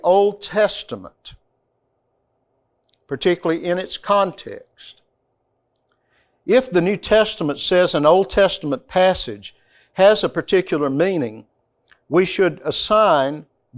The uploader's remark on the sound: This lecture comes from the classroom of CBTS.